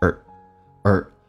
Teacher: or 口语化当中啊，那么标准叫 or，生活当中一个儿化音一样，轻轻的卷一下变成 or